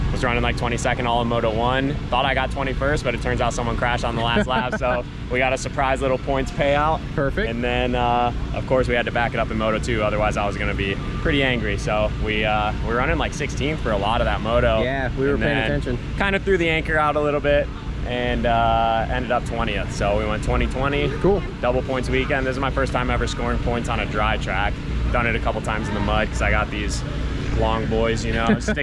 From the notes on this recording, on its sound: Live from Redbud post race. We walk around the pits after the race and talk to who we can talk.